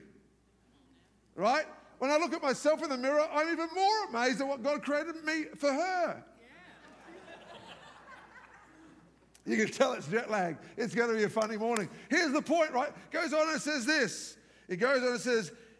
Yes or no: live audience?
yes